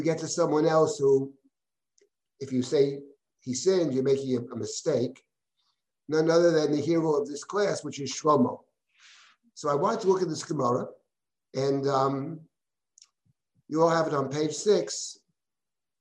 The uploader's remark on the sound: This audio was originally captured from Zoom